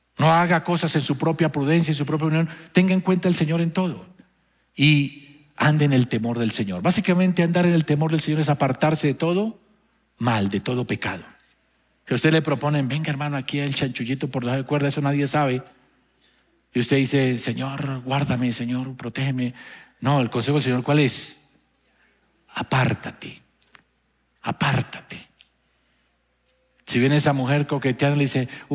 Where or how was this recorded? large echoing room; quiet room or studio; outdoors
large echoing room